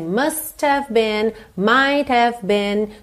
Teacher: essa percussão do que está no final do must, que está no final do might, acaba sendo mais forte do que o H do have